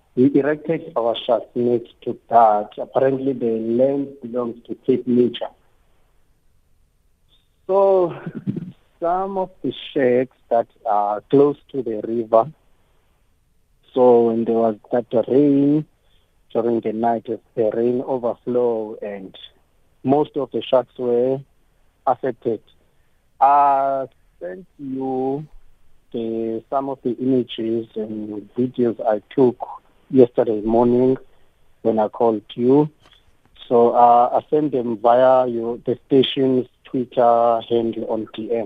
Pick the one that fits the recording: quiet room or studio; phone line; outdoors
phone line